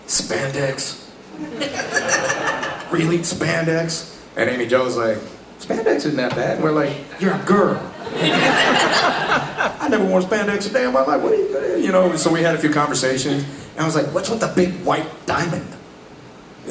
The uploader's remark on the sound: Panel from Pensacon 2016